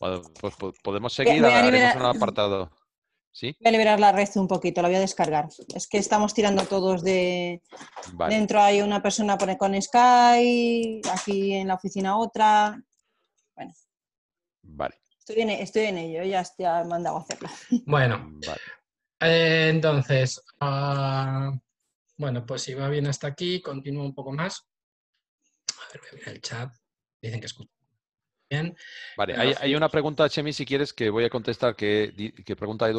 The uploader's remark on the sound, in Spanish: Audio del webinar. Audio del webinar sobre el controlador domótico eedomus.